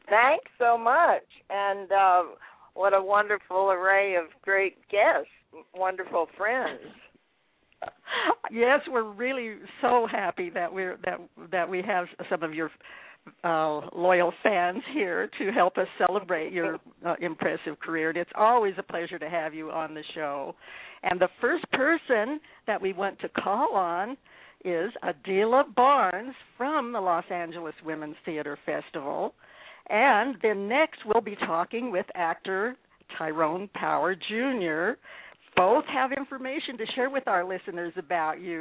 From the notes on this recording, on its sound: call in to share their reactions